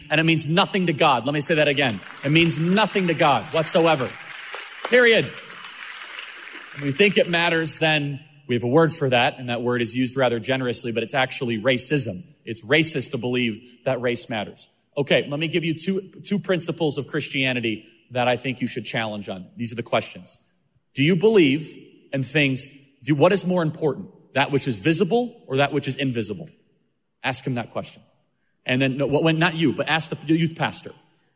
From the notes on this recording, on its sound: Q&A session with the Freedom Night audience at Dream City Church